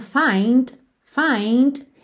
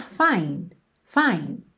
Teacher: a palavra find pode aparecer com esse Dzinho final bem marcadinho · Shown in: first take